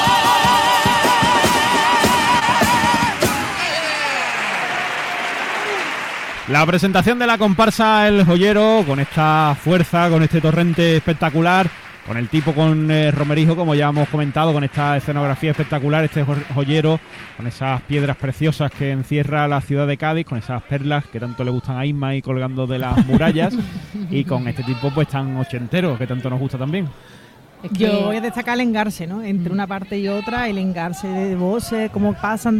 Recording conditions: live audience